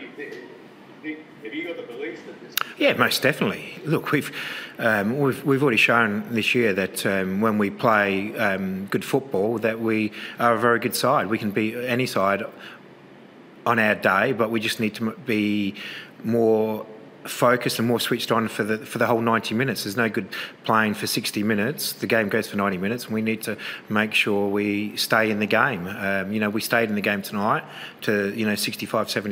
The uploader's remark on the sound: Post-Match Press Conference